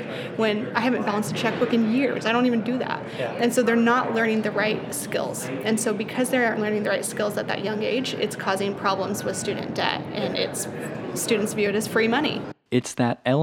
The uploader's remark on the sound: We go to FinCon, an annual conference where some of the brightest financial bloggers get together to share insights and discuss financial trends.